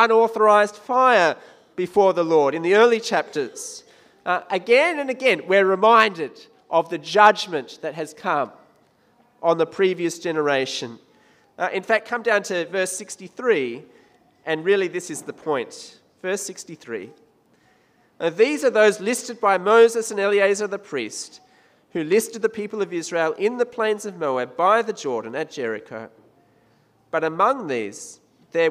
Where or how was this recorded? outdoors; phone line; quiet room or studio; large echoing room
large echoing room